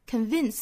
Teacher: 用上齿去摩擦下唇 v 这样的动作